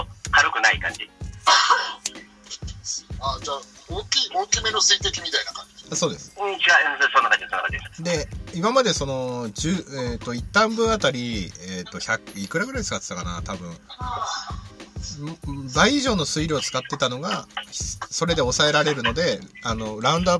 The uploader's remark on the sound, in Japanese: クラハで許可貰いながら収録とゆう斬新な方法を開発した